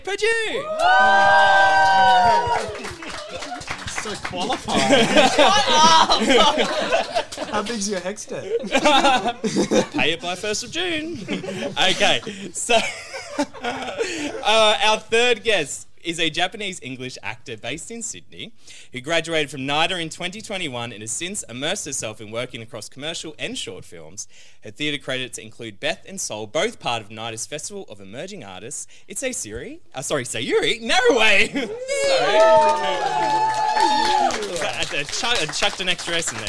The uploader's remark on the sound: Recorded live during our Q&A session at the vibrant Meraki Arts Bar in Sydney's Darlinghurst.